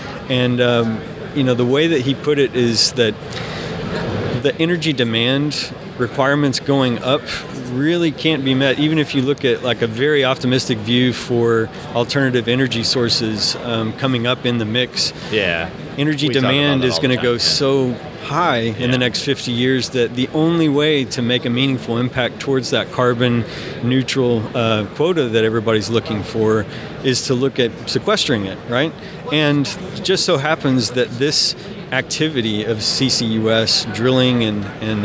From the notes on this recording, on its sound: In the DeltaTek booth at the SPE ACTE 2022 conference. On location at ATCE with the DeltaTek team. In the DeltaTek booth at the SPE ACTE 2022 conference.